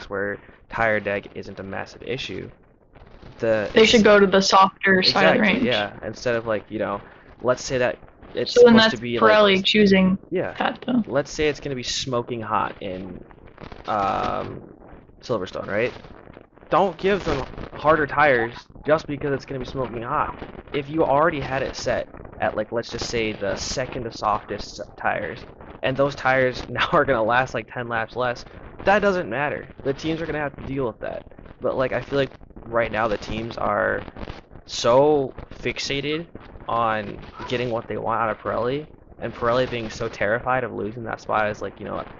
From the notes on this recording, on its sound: Firstly, sorry for the audio.